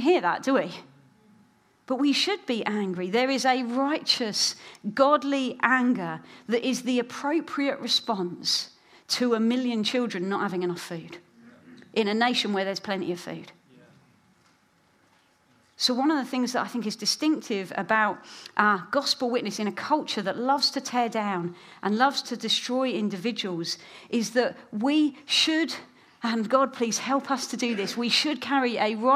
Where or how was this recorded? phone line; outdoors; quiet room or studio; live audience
live audience